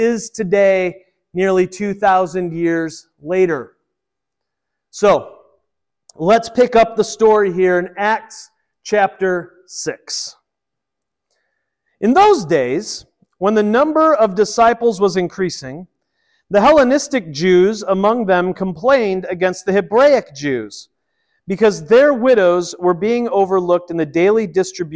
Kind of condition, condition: setting, large echoing room